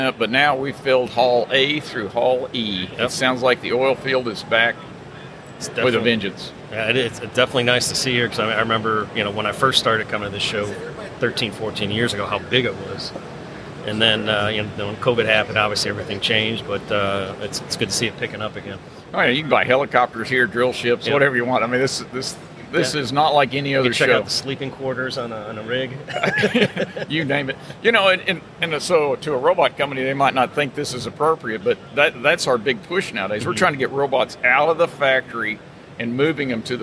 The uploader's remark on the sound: From the floor of the Offshore Technology Conference in Houston, TX.